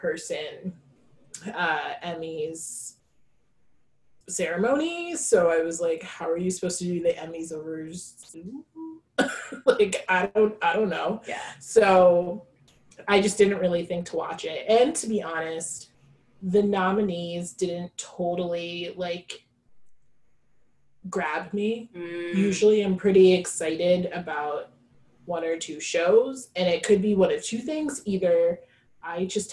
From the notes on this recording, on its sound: We apologize in advance for any technical errors with the audio!